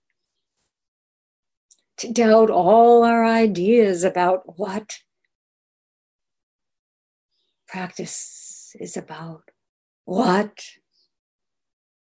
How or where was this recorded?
video call